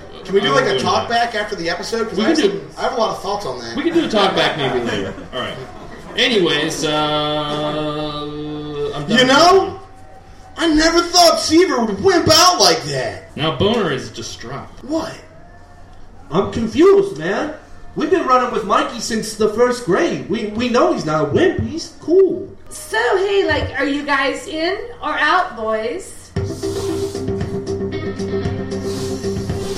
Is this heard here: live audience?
yes